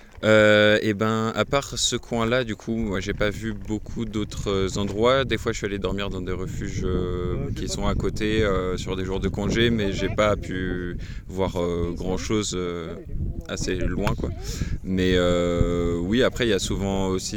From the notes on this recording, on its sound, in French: Observations du Ciel le Jeudi 6 Juillet au Refuge de Plan du Lac à Valcenis – 60 Ans du Parc National de la Vanoise. Lors de notre événement astronomie au Refuge du Plan du Lac pour célébrer les 60 ans du Parc de la Vanoise, nous avons eu l’opportunité de réaliser des interviews inspirantes. Nous avons rencontré des passionnés d’astronomie, des experts et des visiteurs.